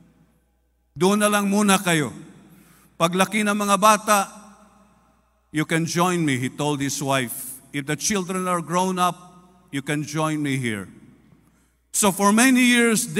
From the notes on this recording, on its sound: This podcast was recorded live last April 9, 2023 during our FIRST 4:30 am Sunrise Service at Zamboanga City Alliance Evangelical Church.